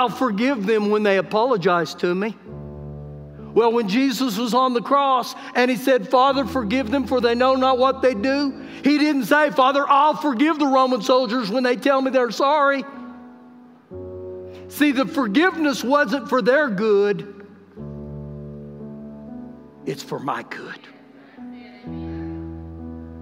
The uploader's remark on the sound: Recorded live during our Sunday morning service